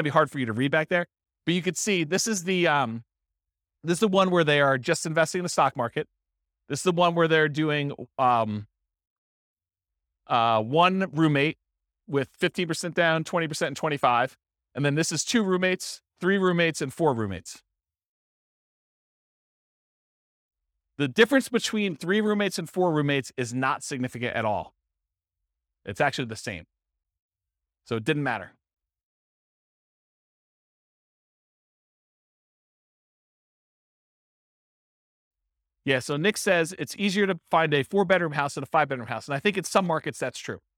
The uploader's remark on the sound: This was a live class recorded